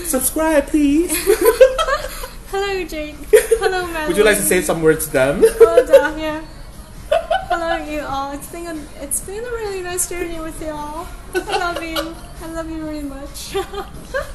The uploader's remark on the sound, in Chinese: 這是一集極具挑戰性的一場錄音。它發生在早上九點的早午餐，它更發生在人聲鼎沸的餐廳之內；又再一次，我為錄音品質感到抱歉。錄音編輯後製：完全沒有。